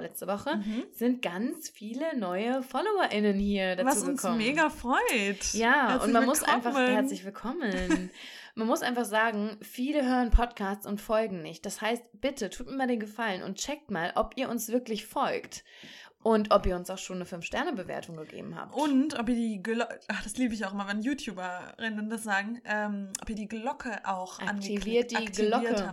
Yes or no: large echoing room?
no